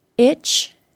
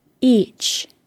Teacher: The best way to notice the problem is generally to compare and contrast that sound with the long E. Remember, the short I is said with the tongue lower and more relaxed, and for a shorter amount of time than the long E